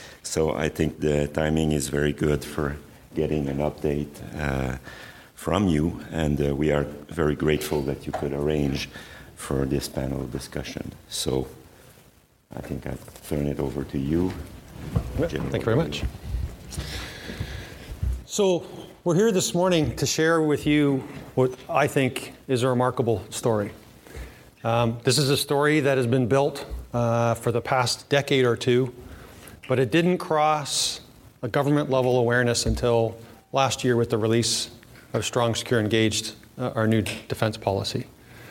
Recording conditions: busy venue